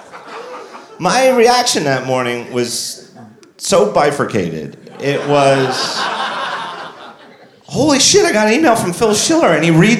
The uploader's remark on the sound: Live From WWDC 2015. Recorded in front of a live audience at Mezzanine in San Francisco.